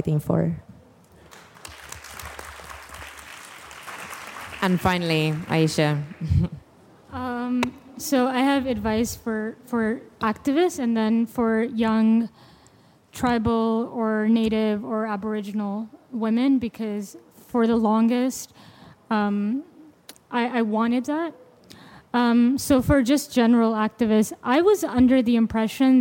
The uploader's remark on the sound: hosted a panel live at COP27